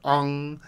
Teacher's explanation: the ung is more back of the throat